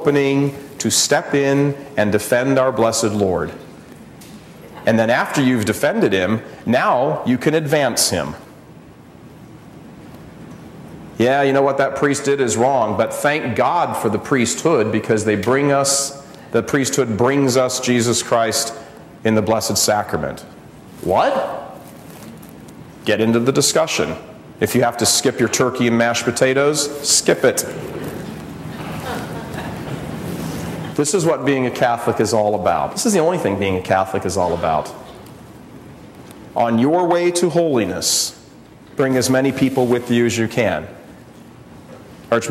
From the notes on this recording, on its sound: gives a talk at the Spirit & Truth Conference in Dubuque, IA in 2010